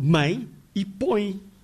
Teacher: mãe e põe, escritos com um E, que soa I